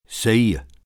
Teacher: Closer start and more central second element